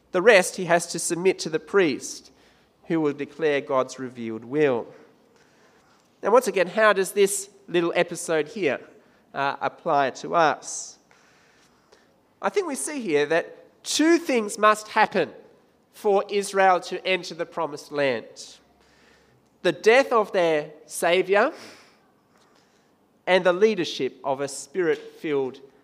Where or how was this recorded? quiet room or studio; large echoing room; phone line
large echoing room